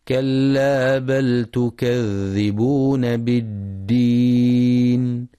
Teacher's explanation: يراعي القارئ رخاوة الذال في كلمة تكذبون وشدة الدال في كلمة بالدين